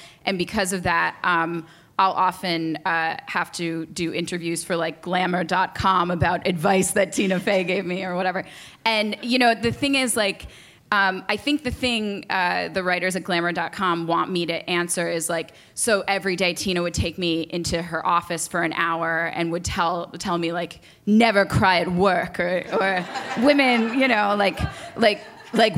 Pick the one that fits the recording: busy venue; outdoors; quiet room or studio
busy venue